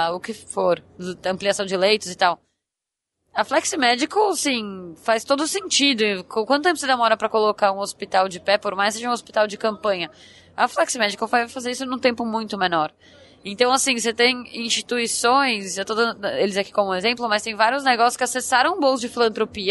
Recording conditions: busy venue